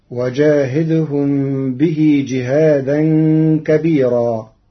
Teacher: قرأ ورش كلمة كبيرا بترقيق الراء المنصوبة المنونة وصلا ووقفا لوجود ياء ساكنة قبلها